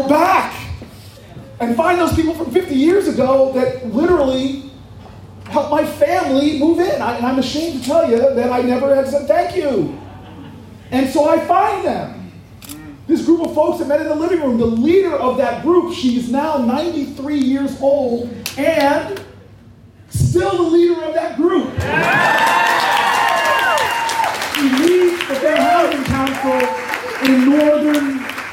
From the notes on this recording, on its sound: This audio was captured at FRED WILDLIFE REFUGE. This audio was captured at FRED WILDLIFE REFUGE.